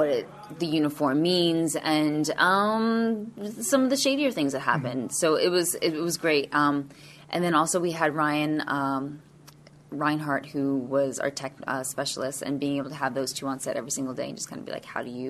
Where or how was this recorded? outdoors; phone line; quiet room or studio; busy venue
busy venue